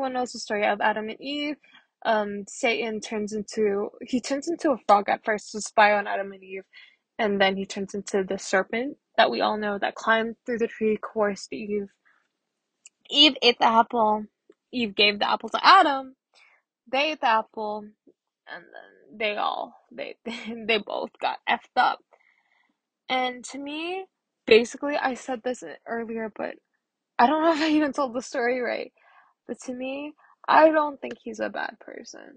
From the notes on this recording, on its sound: Bad audio quality, I tried filming with my AirPods today but, I didn't know that the audio quality was going to be so bad!!